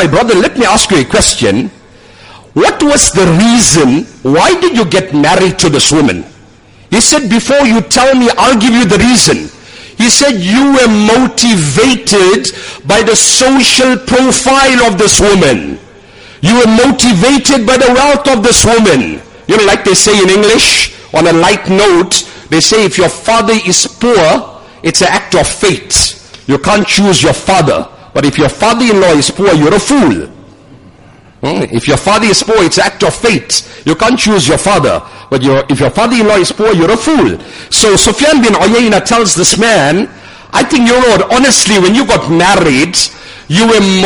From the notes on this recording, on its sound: Jumuah lecture at Umhlanga Masjid